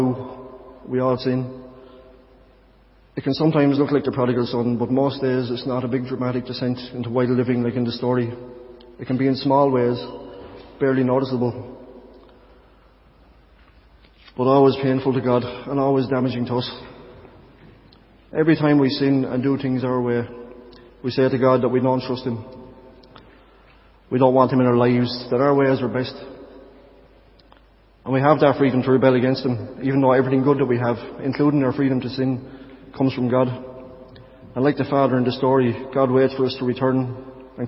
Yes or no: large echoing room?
yes